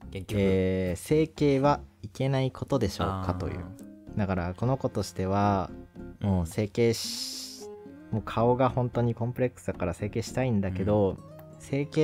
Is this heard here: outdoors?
no